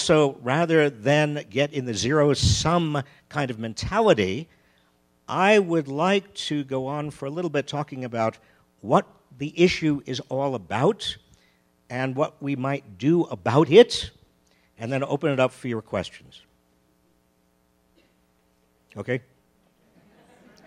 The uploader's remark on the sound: Recorded live at the Aspen Ideas Festival.